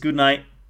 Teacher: There is no glottal stop. It's just an omission of T.